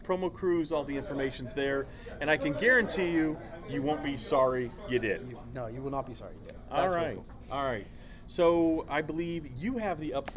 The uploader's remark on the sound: They recorded it on a cruise ship in the middle of the Caribbean while on the inaugural PromoCruise.